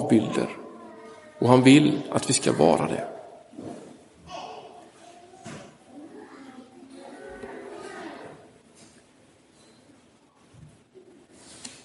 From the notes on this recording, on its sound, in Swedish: Inspelad i Roseniuskyrkan den 13 augusti 2023